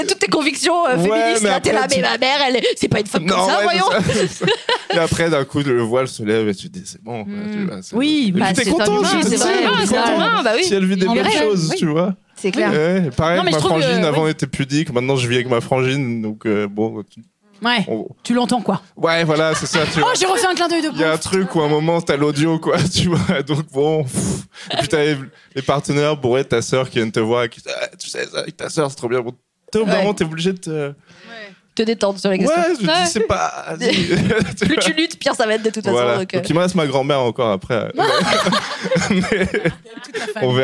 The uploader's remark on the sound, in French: en public